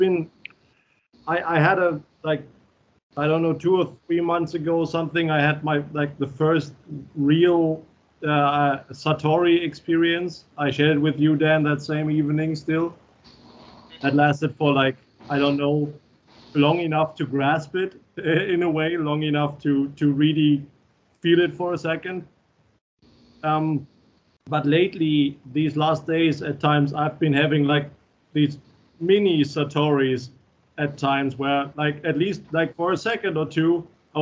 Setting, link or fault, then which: link, video call